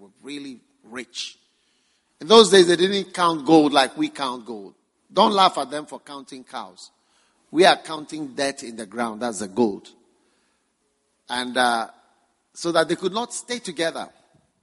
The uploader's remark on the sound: Preached at the First Love Center.